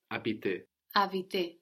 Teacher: So we have a silent H, habiter, like the English word habitat.